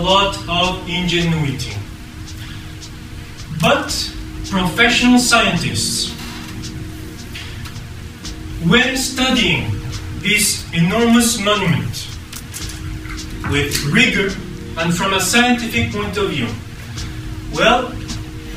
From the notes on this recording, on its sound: Part 1 of the Atlantis lecture hosted at Ottawa Public Library.